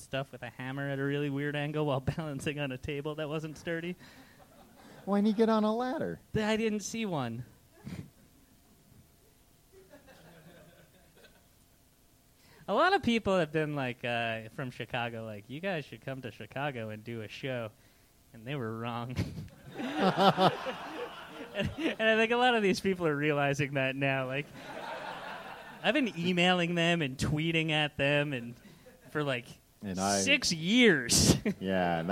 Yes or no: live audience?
yes